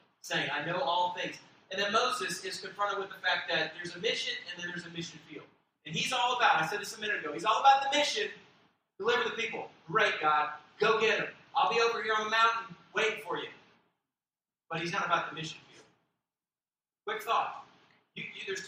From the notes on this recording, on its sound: We apoligize for the quality of the audio on this particular message. The message was recorded off of a secondary mic.